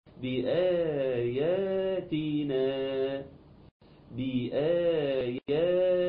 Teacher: المد اللي بعد الهمزة والمد اللي بعد الياء والمد الاخير اللي نقف عليه، ولازم التلاتة دول يكونوا متساويين · Term: مد طبيعي